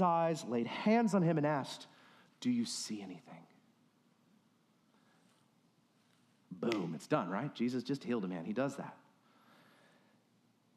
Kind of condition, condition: setting, large echoing room